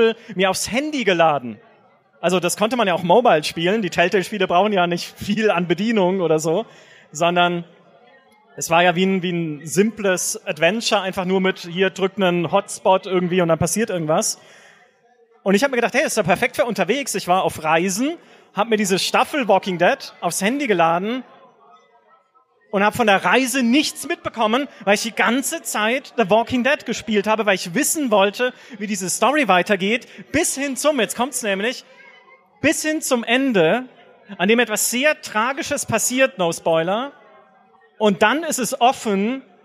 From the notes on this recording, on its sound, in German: Einen Live-Podcast mit unserer liebsten Podcast-Community. Auf der Bühne standen.